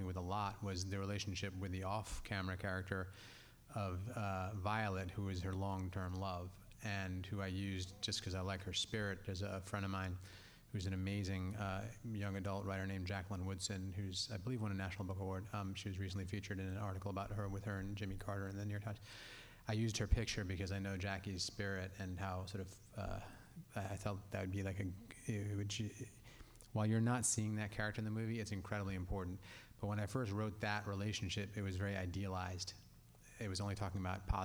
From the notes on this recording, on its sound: A press conference featuring actors